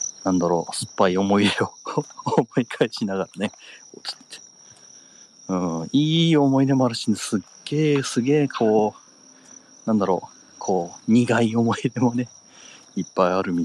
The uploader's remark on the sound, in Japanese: 若干咳き込みながら地元をぶらぶらと歩きながら配信します